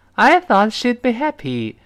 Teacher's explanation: 最后那个 y 是收口型发 e